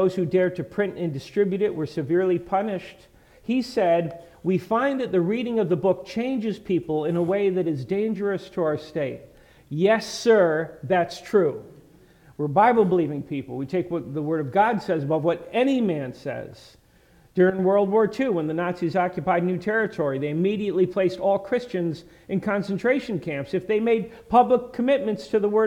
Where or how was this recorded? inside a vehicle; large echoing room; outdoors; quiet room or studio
large echoing room